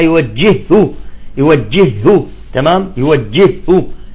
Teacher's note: هاء ساكنة وهاء متحركة، تم عملية الإدغام